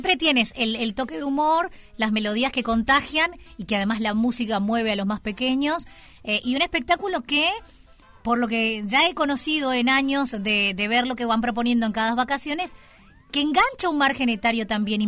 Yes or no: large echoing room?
no